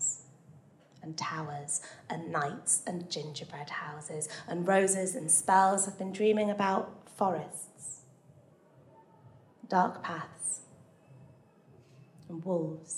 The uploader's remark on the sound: The second of three live recordings from our Tragic Love live event which took place at the Dogstar in Brixton.